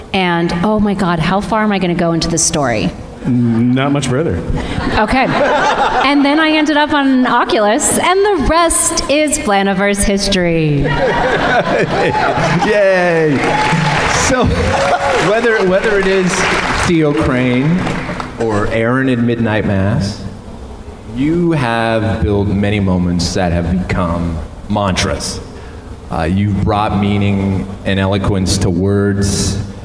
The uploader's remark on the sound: our panel at Midsummer Screams’ SEASON’S SCREAMINGS that went down at the Pasadena Convention Center